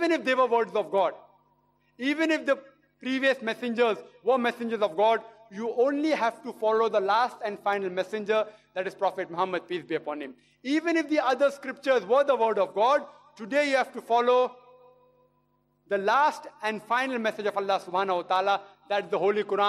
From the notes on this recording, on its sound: video lecture (with Q&A Session)